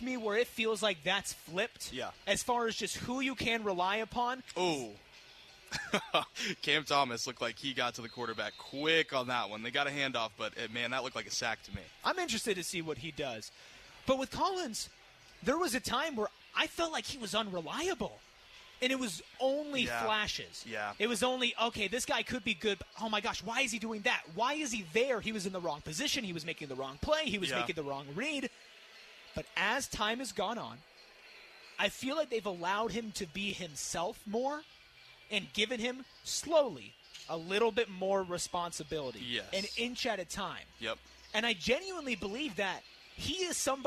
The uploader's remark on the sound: LIVE at Red & White practice